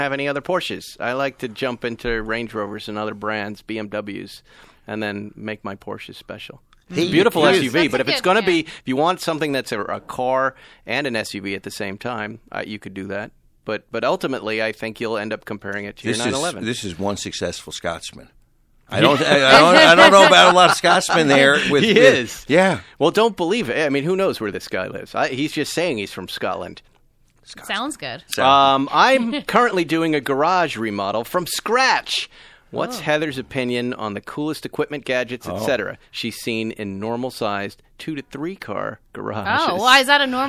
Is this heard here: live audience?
no